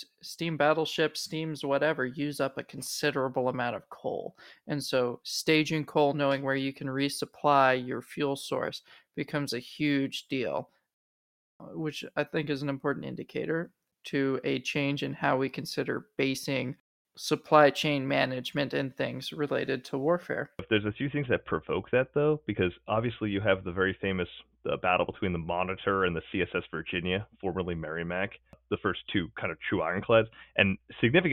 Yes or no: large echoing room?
no